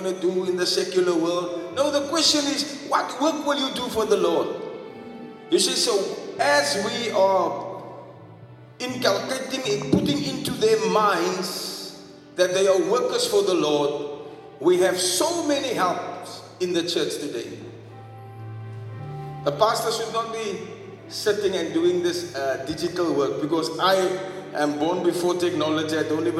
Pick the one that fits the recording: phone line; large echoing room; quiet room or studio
large echoing room